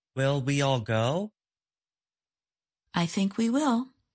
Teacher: The speaker says the words go and will with more force or stress. If a word is stressed, English does not permit reduced or weak forms.